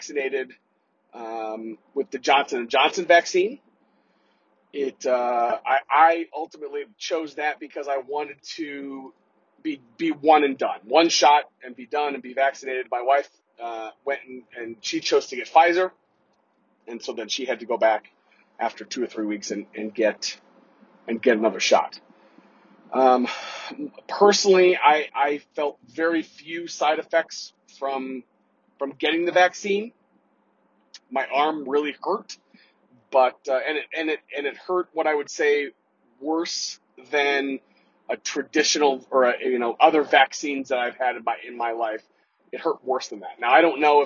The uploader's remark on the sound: In this solo episode. Apologies for the bad audio... I didn't have Pip perform his audio wizardry.